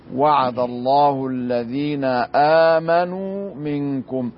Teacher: في لفظ آمنوا الهمز هنا مد بدل، مقداره حركتين فقط ولا يزاد عن ذلك في جميع الروايات أو القراءات إلا في رواية ورش فقط فيجوز له التوسط والمد، فنقول هكذا وعد الله الذين آمنوا منكم، والواو في آمنوا مد طبيعي لا يزاد المد فيها عن حركتين.